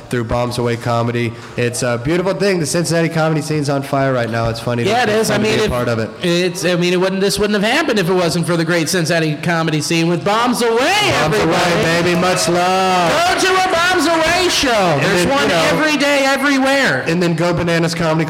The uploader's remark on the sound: THE LIVE EPISODE! Live at Three Points Brewing in Over the Rhine. Thanks to Bomb's Away Comedy for having us on the Cincinnati Podcast Show.